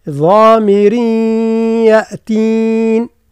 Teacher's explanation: وهذا التنوين يدغم في الياء